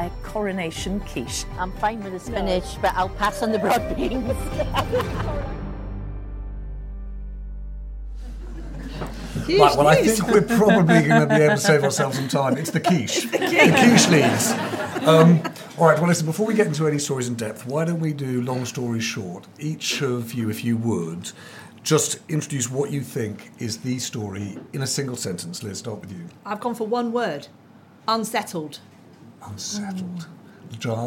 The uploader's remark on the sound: Special episode recorded in front of an audience in the Tortoise newsroom.